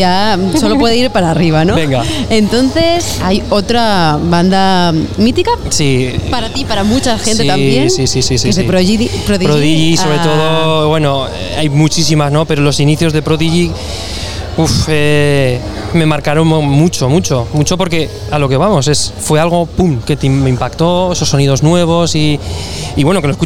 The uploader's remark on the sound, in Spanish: Extraído de la retransmisión en directo de la primera edición de Gramola , la feria de la música aragonesa. Séptimo podcast extraído de la retransmisión en directo de la primera edición de Gramola , la feria de la música aragonesa.